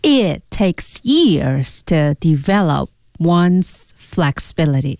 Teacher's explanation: develop p 这个字母。要失去爆破，it takes 那 it 那个 t 也要失去爆破